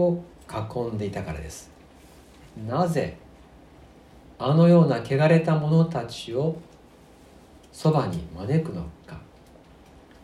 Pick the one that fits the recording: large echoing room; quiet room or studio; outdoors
large echoing room